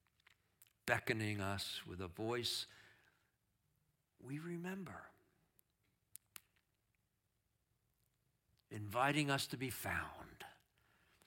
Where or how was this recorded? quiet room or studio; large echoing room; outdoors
large echoing room